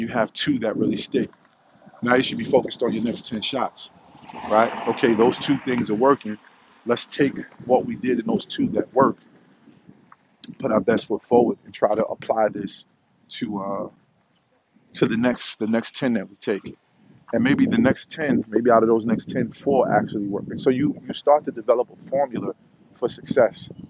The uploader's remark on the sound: Walk & Talk